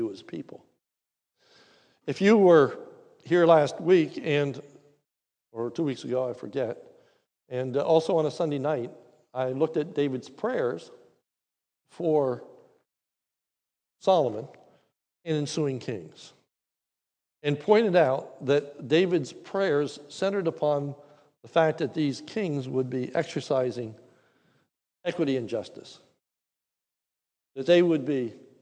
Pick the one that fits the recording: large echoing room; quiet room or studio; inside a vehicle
large echoing room